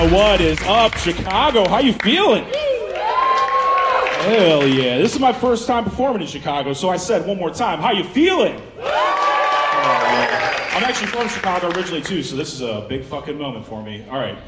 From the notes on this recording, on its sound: This episode was recorded October 28th, 2023 at the farmers market in Fell's Point.